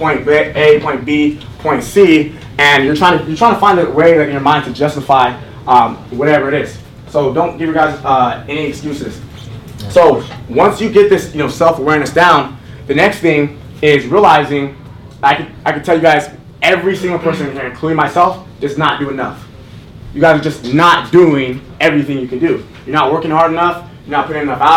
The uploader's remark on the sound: Las Vegas In Person MARKETING Event. This is a recap of what went down in November at the Las Vegas event. The audio you are hearing is RAW so it may not sound perfect.